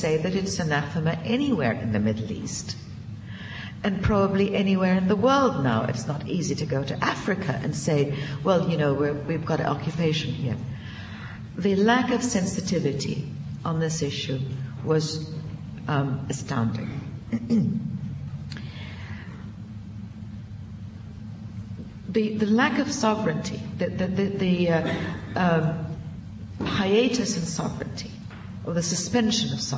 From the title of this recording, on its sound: Princeton Colloquium on Public and International Affairs - Day One - Dodds Auditorium 1:00 pm session